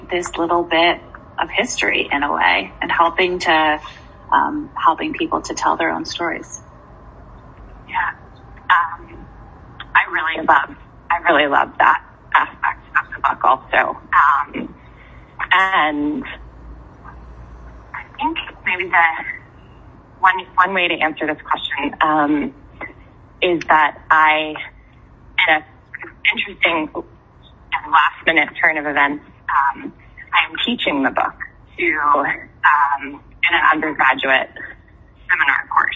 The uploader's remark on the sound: We just talked on the phone.